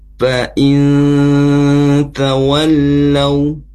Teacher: nun sukun bertemu huruf ta. Ini yang disebut dengan ikhfa yang bunyinya samar dan didengungkan.